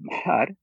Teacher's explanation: It's kind of a voiceless nasal